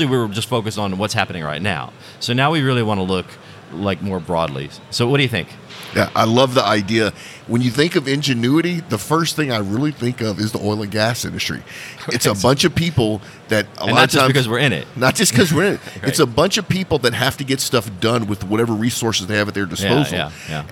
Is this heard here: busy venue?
yes